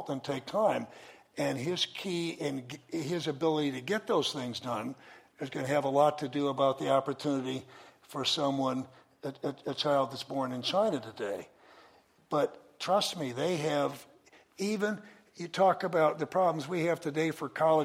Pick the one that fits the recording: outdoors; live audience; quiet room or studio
live audience